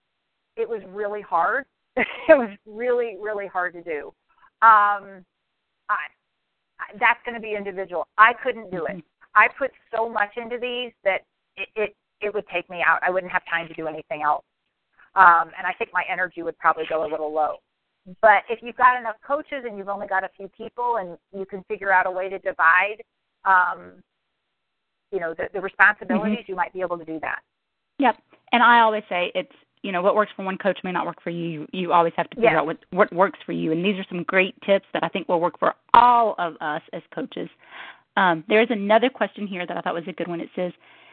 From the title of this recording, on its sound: Team Elite Conference Call